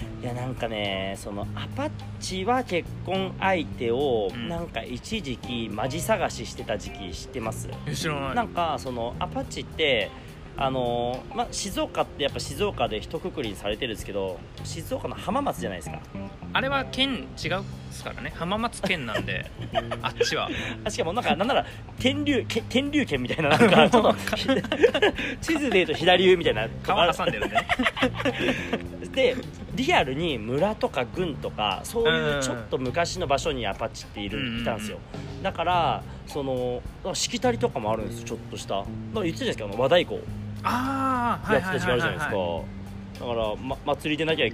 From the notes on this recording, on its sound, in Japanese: Anchor epic屋上収録 2020/06/15